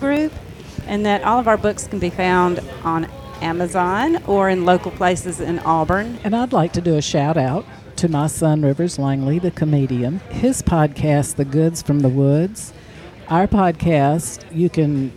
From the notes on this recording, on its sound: The ambient noise in the background of this Mystic podcast is the sound of customers in Mama Mocha’s Coffee Emporium.